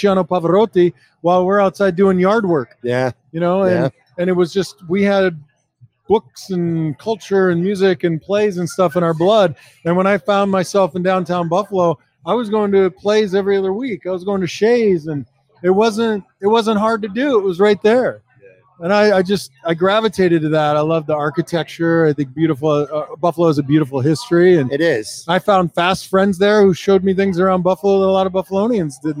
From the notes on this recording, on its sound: LIVE From Imperial Series. For a sit-down conversation taped live from Imperial Pizza in South Buffalo.